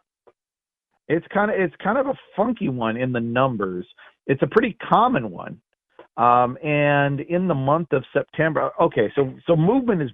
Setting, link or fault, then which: link, phone line